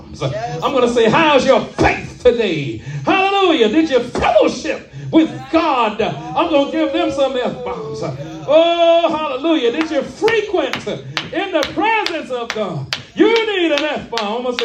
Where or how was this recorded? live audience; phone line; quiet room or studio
live audience